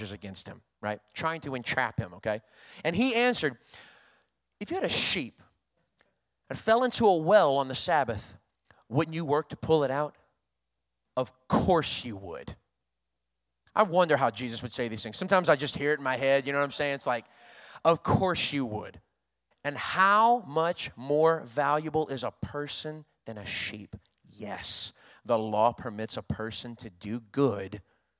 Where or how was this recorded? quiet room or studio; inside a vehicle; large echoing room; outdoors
large echoing room